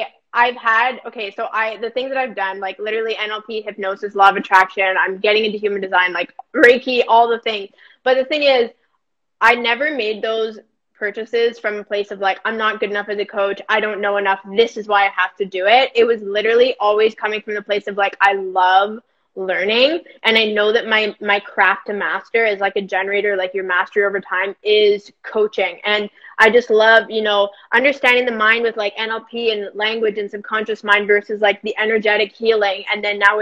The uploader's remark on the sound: a replay from an IG live